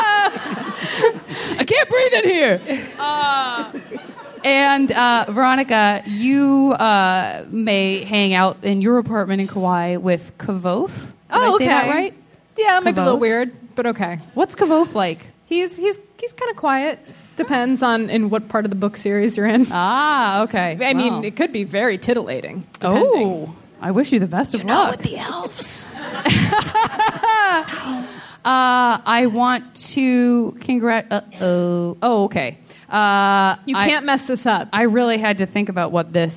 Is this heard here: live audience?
yes